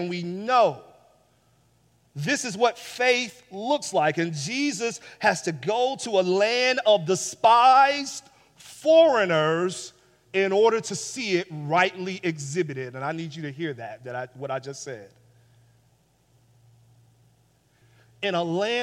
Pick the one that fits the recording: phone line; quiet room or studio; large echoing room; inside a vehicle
large echoing room